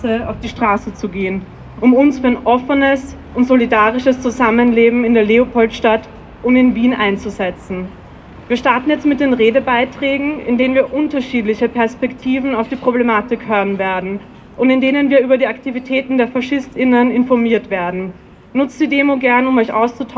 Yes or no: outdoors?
yes